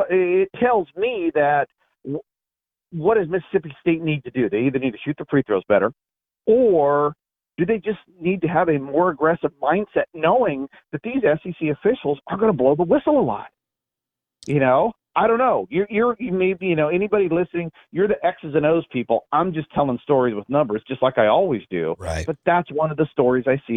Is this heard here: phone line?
yes